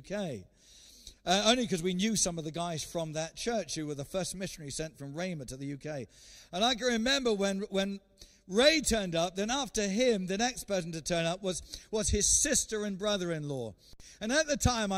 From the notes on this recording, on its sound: recorded Sunday 13 September 2020, 10:30am service.